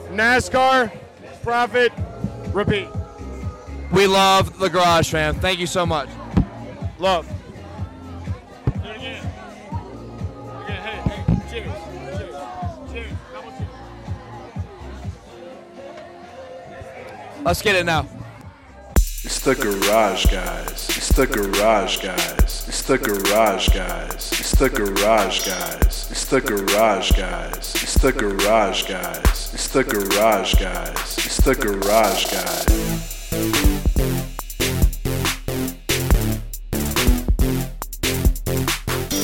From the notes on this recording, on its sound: LIVE At Faster Horses Music Festival. LIVE on the Garage Guys NASCAR Podcast at Faster Horses Music Festival in Brooklyn Michigan.